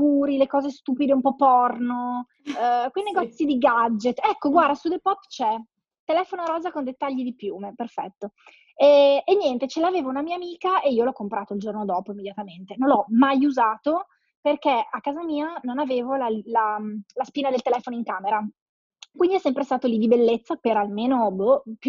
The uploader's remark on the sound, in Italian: Chiacchierate al telefono registrate con alcune persone speciali.